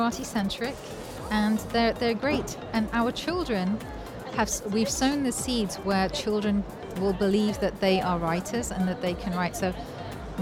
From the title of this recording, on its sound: Live from SIBF 2023